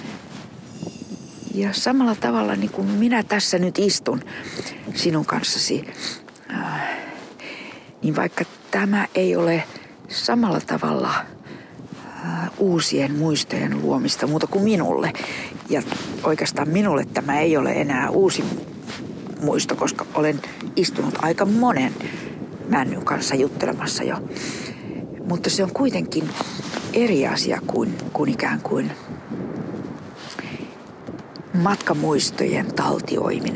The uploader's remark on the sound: A series of conversations in Finnish recorded with a pine tree on the shore of Mustikkamaa Island in Helsinki in 2024.